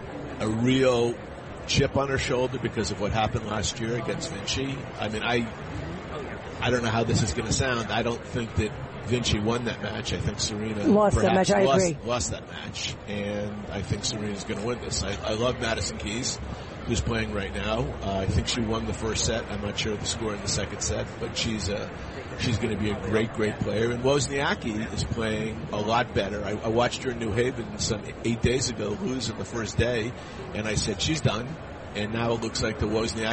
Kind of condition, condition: setting, busy venue